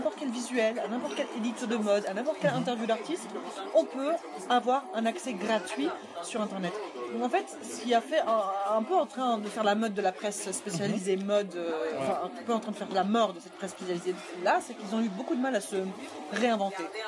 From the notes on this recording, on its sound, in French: Ce podcast a été enregistré au Pub Saint-Lazare dans la rue.